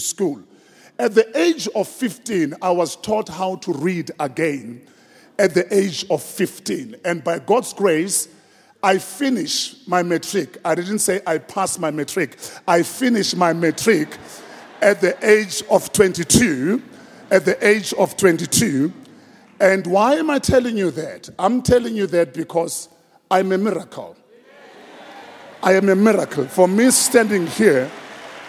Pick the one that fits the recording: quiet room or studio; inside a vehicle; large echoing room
large echoing room